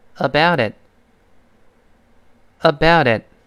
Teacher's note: 中间那个 about，那个 t，就浊化成 d，跟后面 it 连读，叫 d，d，d。最后那个 t it 里面那个 t 失去爆破了，所以放在一块是这么一个声音。跟老师再读两遍，aboutit，aboutit。好，注意这句话的语气啊，Tell me aboutit，Tell me aboutit。哎，就是我感同身受。你看下面这个例子，第一个人说了，I've been so tiredlately。他说，哎呦，我这最近特别累呀。第二个说，Yeah，tell